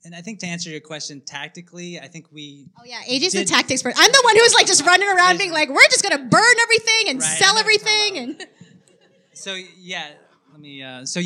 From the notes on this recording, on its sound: The audio from our debut live event at CoCoTiv Coworking. The audio from our debut live event at CoCoTiv Coworking.